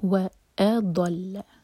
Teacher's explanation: a light, ضاد heavy, لام light